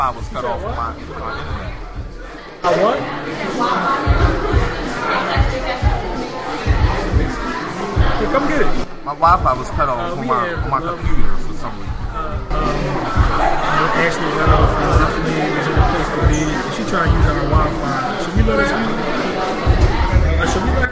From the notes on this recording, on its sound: The best moments from our live broadcast from the monthly networking event Arts, Beats, &#38; Eats which was held on May 6th, 2012. The best moments from our live broadcast from the monthly networking event Arts, Beats, & Eats.